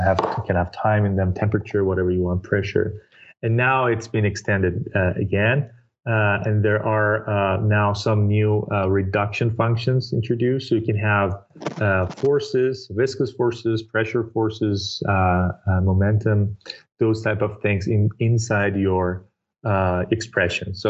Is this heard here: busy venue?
no